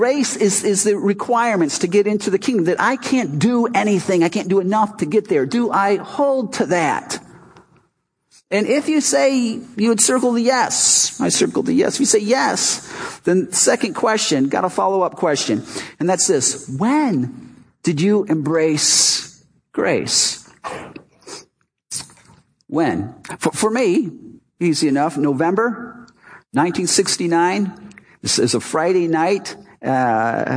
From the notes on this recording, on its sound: Our Easter service "Not Another Dead God".